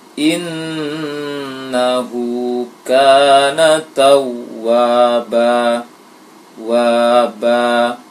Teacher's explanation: ba itu panjangnya dua rokat. Namun karena menghentikan bacaannya tidak dirasakan, tidak terlalu diperhatikan sehingga berlebih dari madorokat yang lainnya. · Seharusnya ba itu sama persis dengan panjangnya wa, sama persis dengan panjangnya ka, hu dan huruf yang mat dorokat yang sebelumnya.